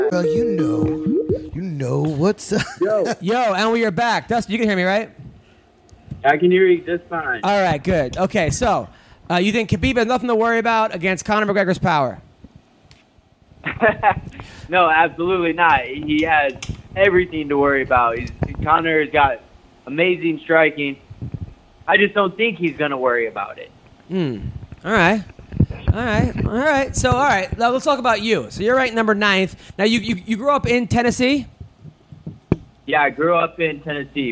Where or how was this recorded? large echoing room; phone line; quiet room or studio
phone line